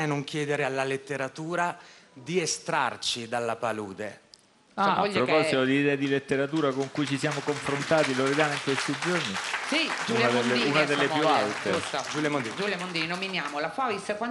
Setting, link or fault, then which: setting, busy venue